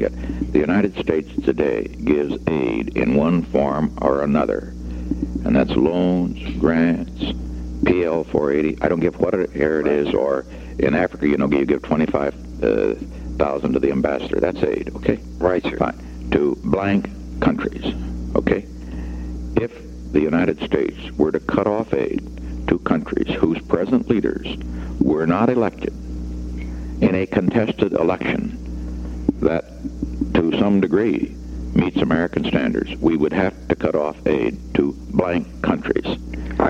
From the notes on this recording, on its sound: we will listen in on the phone calls